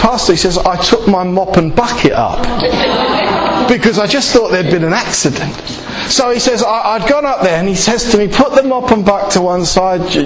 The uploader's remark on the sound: speaking in session 3 of God Encounters The best way to live at the Estuary Elim Group of Pentecostal Churches Church Away Day